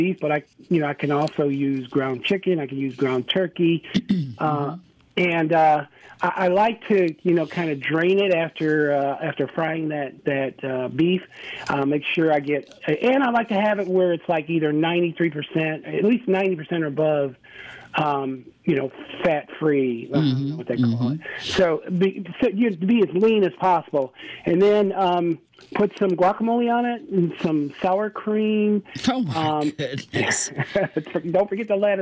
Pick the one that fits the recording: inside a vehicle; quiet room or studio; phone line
phone line